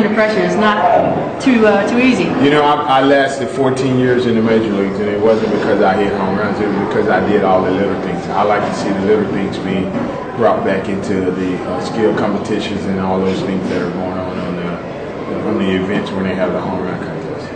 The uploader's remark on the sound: Recorded at a Mint Pros, J.Irwin Productions Yankee Stadium suite event.